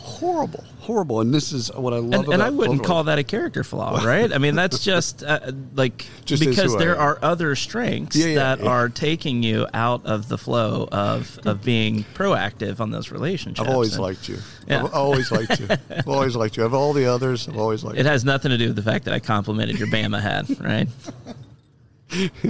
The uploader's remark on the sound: Live from SHRM 2022.